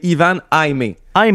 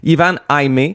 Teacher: c'est comme un H un peu aspiré, un peu muet